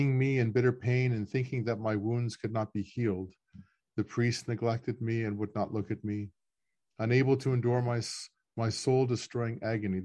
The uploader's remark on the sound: This is a recording of the seventh webinar in the Becoming Byzantine series.